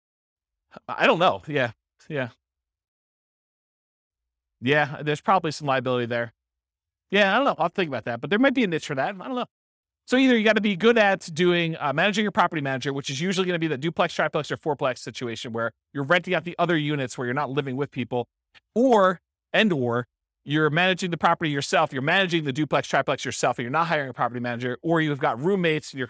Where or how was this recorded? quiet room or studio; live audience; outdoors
live audience